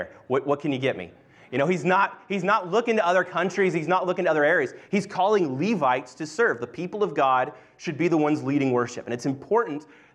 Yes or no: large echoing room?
yes